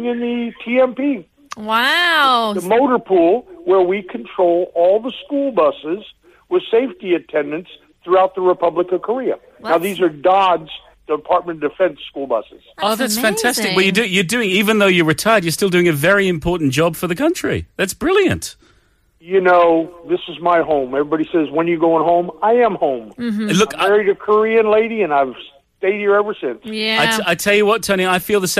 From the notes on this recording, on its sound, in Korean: 청취자 전화연결